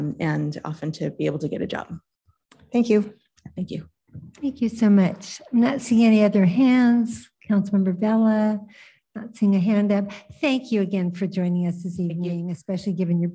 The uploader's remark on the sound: 2023-06-06 City Council Meeting - ZOOM